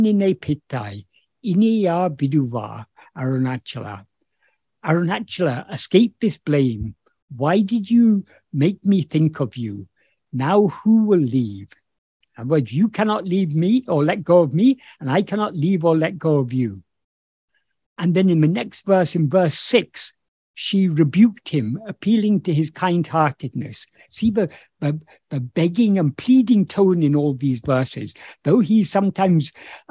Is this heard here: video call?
yes